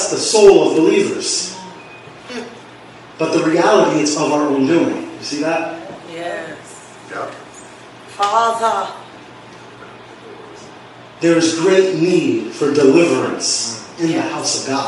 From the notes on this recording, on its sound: Please forgive the audio quality.